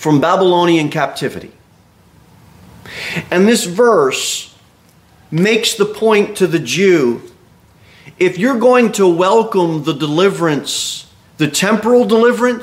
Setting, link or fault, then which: setting, large echoing room